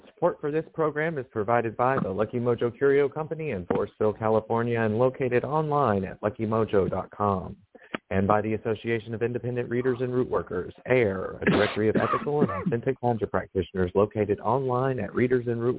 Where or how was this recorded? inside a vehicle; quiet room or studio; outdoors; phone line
phone line